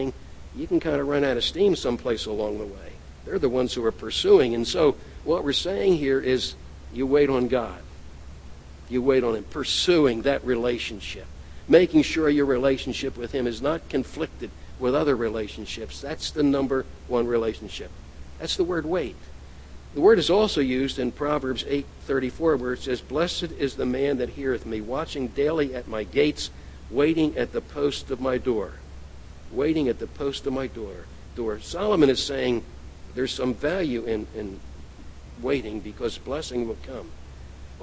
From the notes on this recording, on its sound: at The People’s Church of Somerville, NB on the morning of May 18, 2014